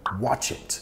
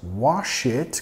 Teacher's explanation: Nota que al final es un ch, ch. No es wash it, que sería lavarlo, pero watch, watch, watch it.